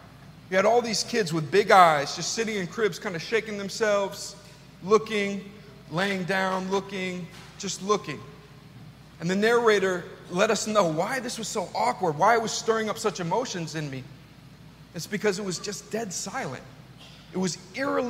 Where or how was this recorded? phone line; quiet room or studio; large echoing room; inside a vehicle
large echoing room